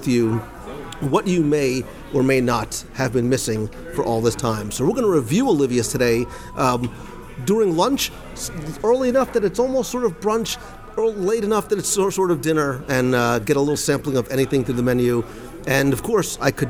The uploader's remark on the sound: Olivia’s at Old Key West LIVE Dining Review. Join me at the table this week as we experience the romance of the Florida Keys at Disney’s Old Key West Resort.